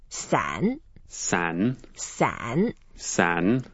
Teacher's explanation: 伞 is a third tone, so you need to go down and up.